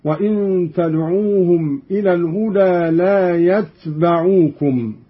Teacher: قرأ قالون بإسكان التاء مخففة وفتح الباء هكذا: وإن تدعوهم إلى الهدى لا يتبعوكم.